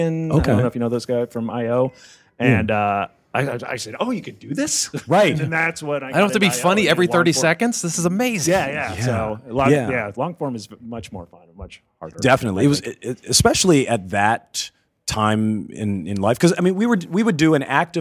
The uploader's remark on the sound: LIVE from Palm Springs Comic Con!